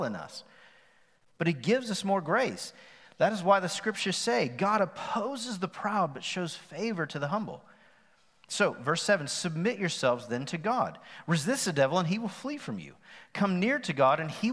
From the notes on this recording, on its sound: Recorded live on September 27, 2020 at The Fellowship at Mt Juliet.